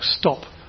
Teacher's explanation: there's hardly any build-up of pressure in that T there. So it's not quite as loud.